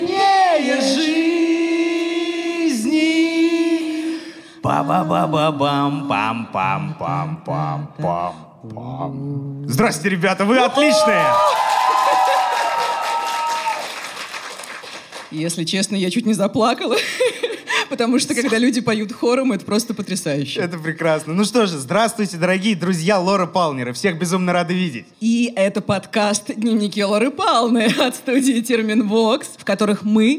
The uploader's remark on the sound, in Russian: Открытая запись. Записали его прямо в сердце северной столицы. Спасибо за помощь в проведении открытой записи подкаст-студии «Две дорожки» и клубу «Ящик».